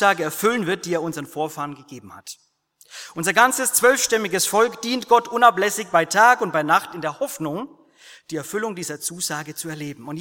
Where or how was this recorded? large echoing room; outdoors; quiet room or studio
large echoing room